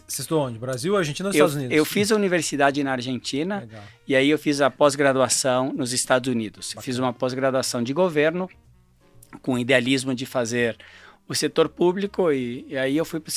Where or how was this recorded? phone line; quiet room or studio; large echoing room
quiet room or studio